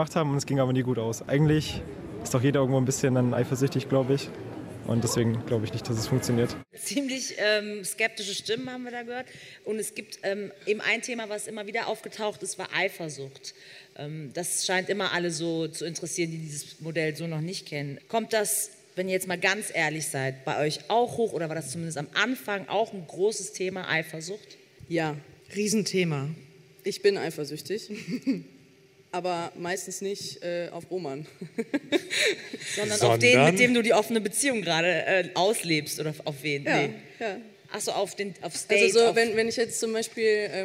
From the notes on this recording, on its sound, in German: Beim Podcastfestival in Hamburg